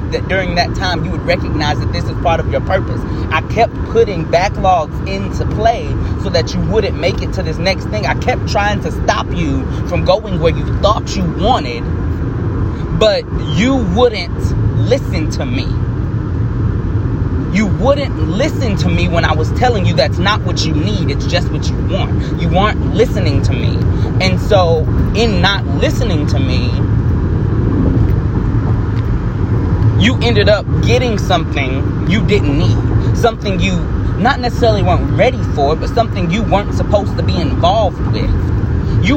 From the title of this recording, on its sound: Car Edition